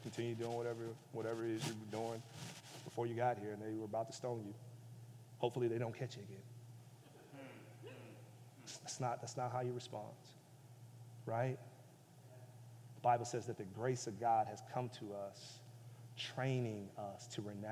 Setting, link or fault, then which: setting, large echoing room